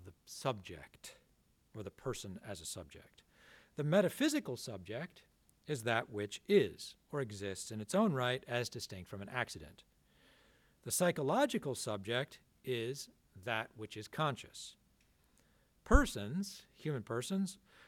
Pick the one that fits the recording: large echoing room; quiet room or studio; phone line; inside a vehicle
large echoing room